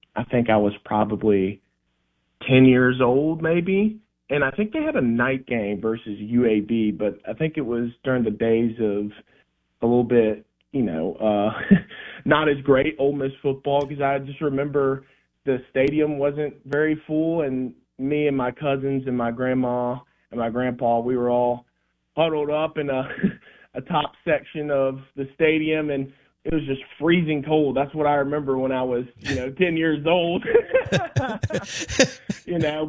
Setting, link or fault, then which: link, phone line